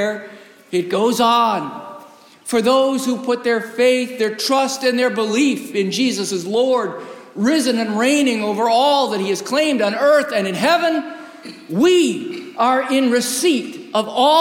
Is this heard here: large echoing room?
yes